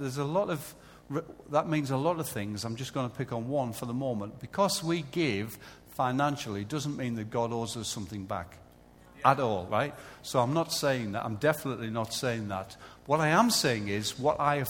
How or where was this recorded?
large echoing room